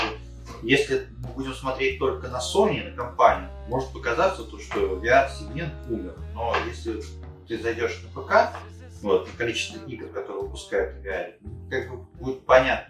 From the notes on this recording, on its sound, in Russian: Второй выпуск подкаста Духовка родился в муках перезаписи. В этот раз нас настигли некоторые проблемы со звуком.